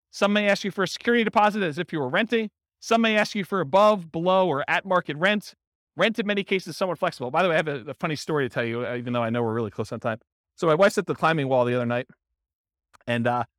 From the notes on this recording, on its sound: This was a live class recorded